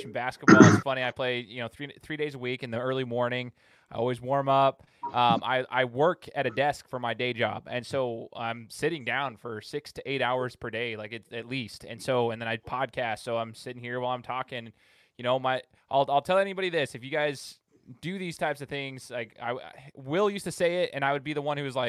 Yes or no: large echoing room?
no